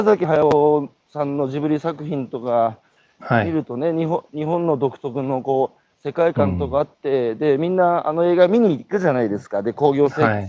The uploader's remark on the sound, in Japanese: 歩きながら1時間、対談する。